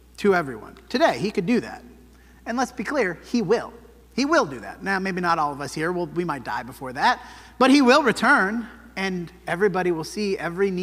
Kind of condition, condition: setting, large echoing room